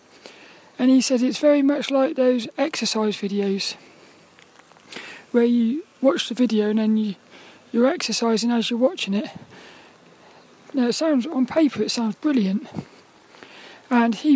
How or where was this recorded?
outdoors